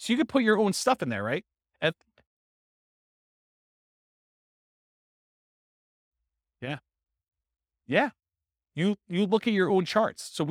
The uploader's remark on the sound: This was a live class recorded